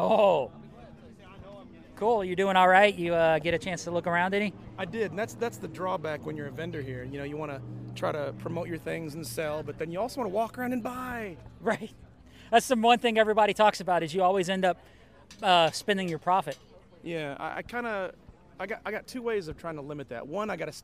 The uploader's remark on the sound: Live from the Toy swap. Goes live from the local toy swap this week.